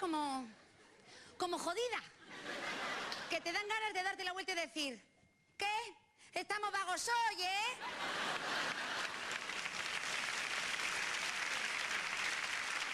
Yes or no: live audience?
yes